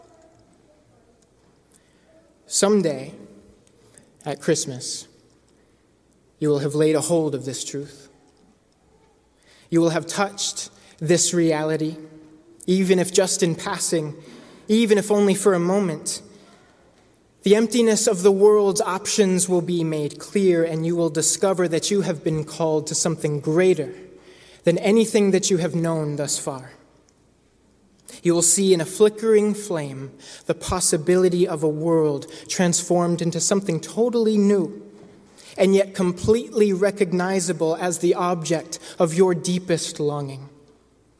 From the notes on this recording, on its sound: Christmas Eve Candlelight Worship. Preached at The First Presbyterian Church of Brooklyn.